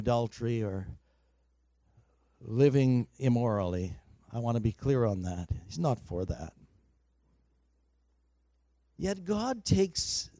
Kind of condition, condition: setting, large echoing room